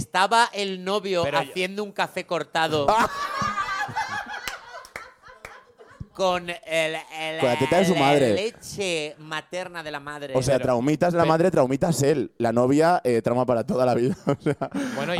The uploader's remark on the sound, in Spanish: Grabado en directo en El Golfo.